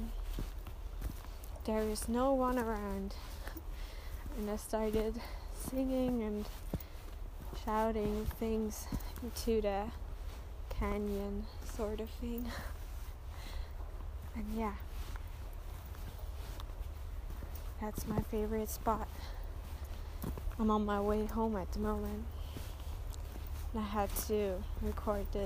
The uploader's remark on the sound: I recorded it on my phone, out of an urge. Let's go on a journey to one of many beautiful places, somewhere in Austria.